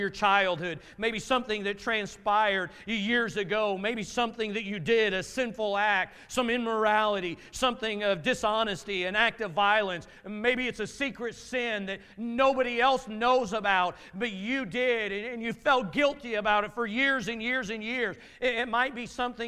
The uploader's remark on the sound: Message from Sunday morning service